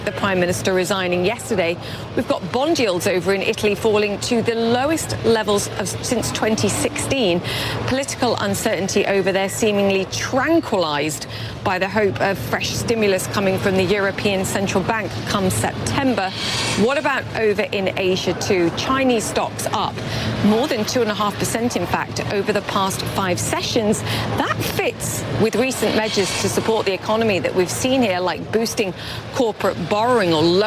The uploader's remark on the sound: live from the New York Stock Exchange